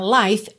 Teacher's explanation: esse I também é o I longo aberto, com som de ditongo, aí, tá? Life, termina no som do F, o E final não é pronunciado, tá?